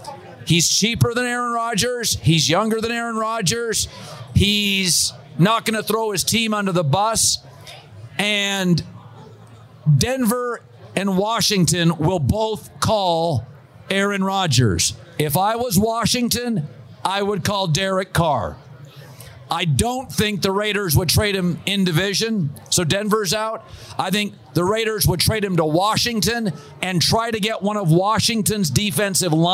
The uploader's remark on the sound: Live from Vegas SummerSlam Weekend!